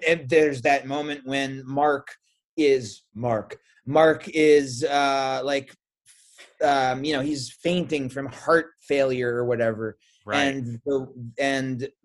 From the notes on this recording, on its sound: Due to audio issues, we had to use our Zoom backup for audio. Apologies audio is not up to our usual crispy clean sound!